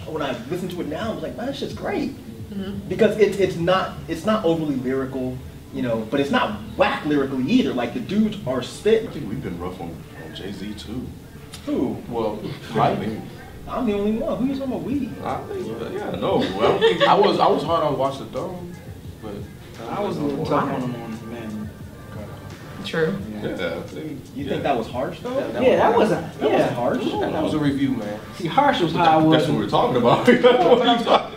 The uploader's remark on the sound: DEHH Live Panel Discussion